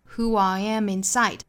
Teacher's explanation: Who I am inside.那要注意 inside 重读是在后面的哒哒 inside.整句话的重读的点呢是 who 和 am 和 side.所以这句话的节奏是哒哒哒哒哒 Who I am inside.